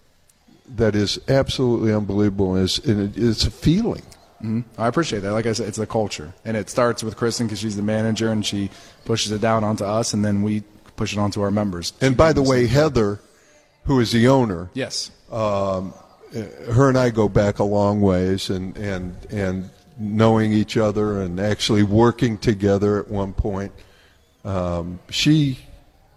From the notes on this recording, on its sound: broadcasts from the Grand Opening of Anytime Fitness in Oakwood Square in North Canton